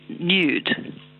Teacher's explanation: Nude with the yod, yes. Most people would say nude there in Australia, at least I think I'm right in that, because it's disappeared there.